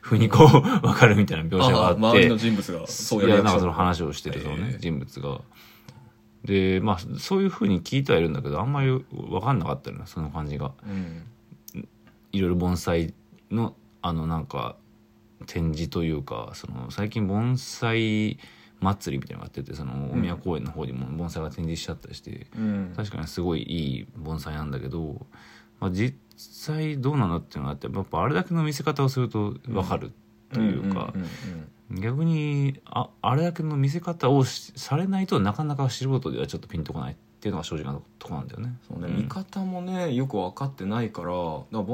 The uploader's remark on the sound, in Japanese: ボイスメモです。